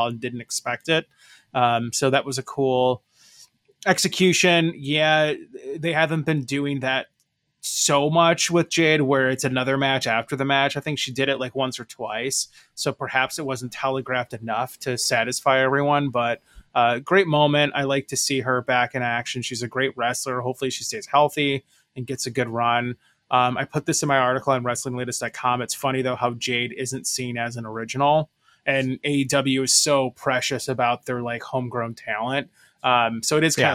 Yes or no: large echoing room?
no